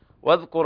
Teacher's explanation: الذال لابد من بيانها حتى لا يدخل فيها الهمس